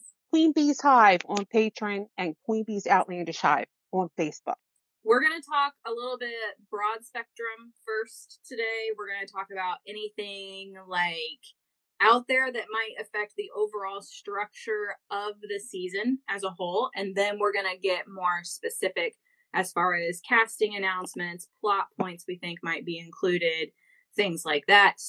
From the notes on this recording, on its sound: This week on another LIVE edition of The Sassenach Files. Please excuse the audio quality. I had some technical difficulties in the recording of this episode.